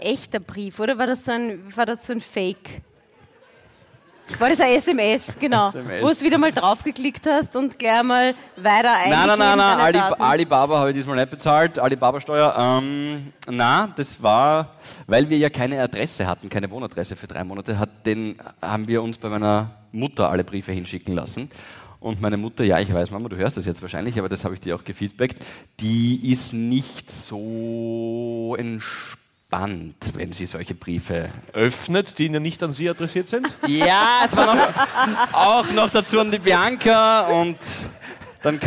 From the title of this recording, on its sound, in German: Hawi D'Ehre LIVE - Eisenstadt